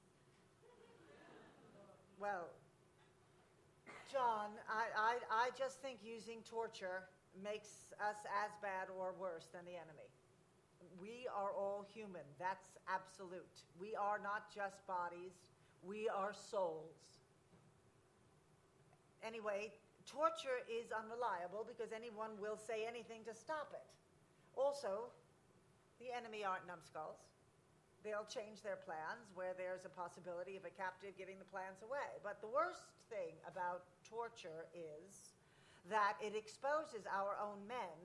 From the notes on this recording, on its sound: At a benefit for the embattled dissident troupe organized by the PEN American Center that was held at Le Poisson Rouge on Wednesday. They turned to an audience of supporters at Le Poisson Rouge’s cozy downstairs space.